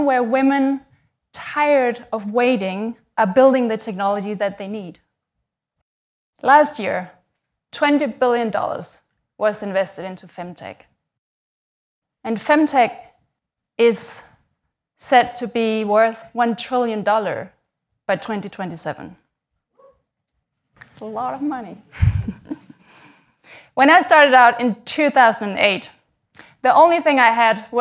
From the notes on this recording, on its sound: We recorded these first episodes at our live Giant Ideas summit, held at London’s Tate Modern. The Giant Ideas summit brings together 200 founders, CEOs, heads of state and other leaders.